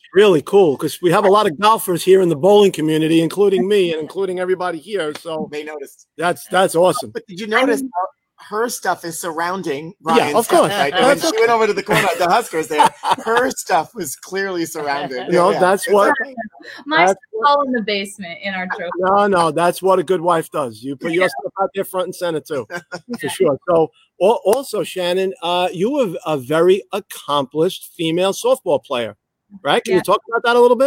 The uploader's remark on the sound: Live From Rab's